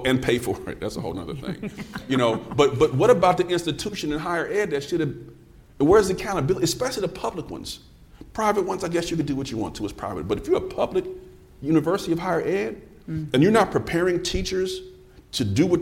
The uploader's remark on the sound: Science of Reading: The Podcast recently conducted its first ever taping in front of a live audience. In New Orleans at the Plain Talk About Literacy and Learning conference.